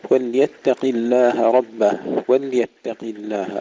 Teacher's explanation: سكون اللام وترقيق التاء تفخيم القاف